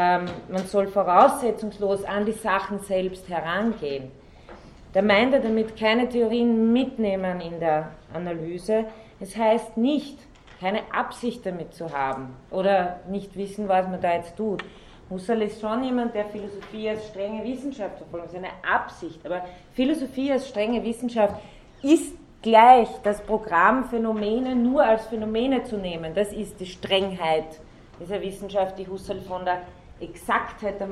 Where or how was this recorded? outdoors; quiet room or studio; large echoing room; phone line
large echoing room